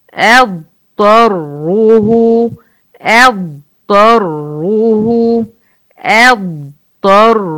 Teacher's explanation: اصلا، هتبقى طه مشددة، وهنا الطه مفتوحة. ثم اضطره اضطره اضطره، اقول ضاد الاول بزمنها وبعد كده اقول طه مفتوحة، ضاد ساكنة اخد راحتي فيها وبعد كده انطق ايه الطه